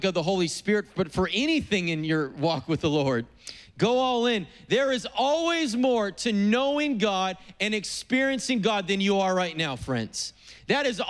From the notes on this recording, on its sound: preached on April 18th at the 11:30AM service